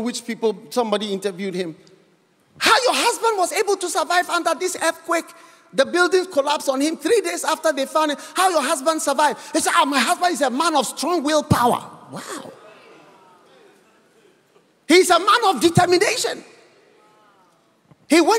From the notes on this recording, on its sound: Preached at The City Harvest Church, Singapore.